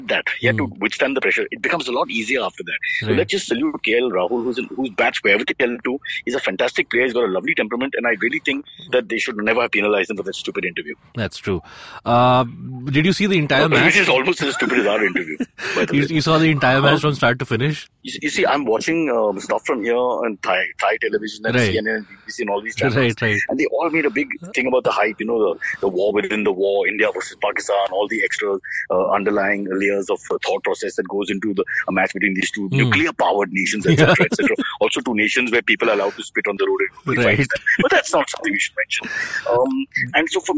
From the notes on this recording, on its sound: Joins us over the phone from Phuket.